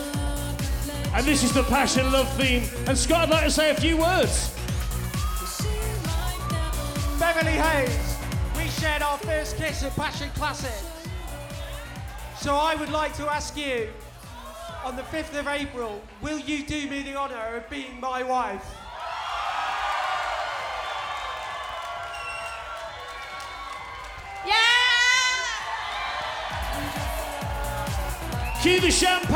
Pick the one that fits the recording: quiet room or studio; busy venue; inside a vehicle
busy venue